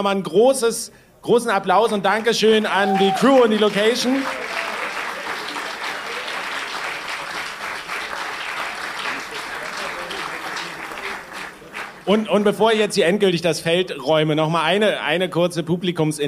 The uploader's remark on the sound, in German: 18 deutschsprachige Bitcoin-Podcasts gemeinsam und kongenial auf einer Bühne vor Publikum. Zu einem Arbeits- und Vernetzungstreffen in Leipzig. Direkt einen gemeinsamen und kongenialen Live-Mega-Mashup-Bitcoin-Podcast vor Publikum auf.